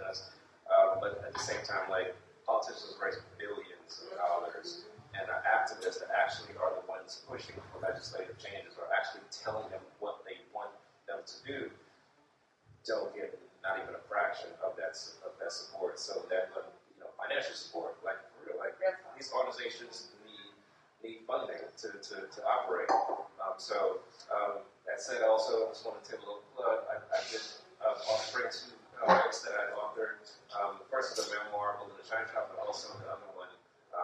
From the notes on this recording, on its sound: Life After the Impact LIVE from DC. Life After the Impact hosted its FIRST LIVE & IN PERSON event at Busboys and Poets in Washington DC.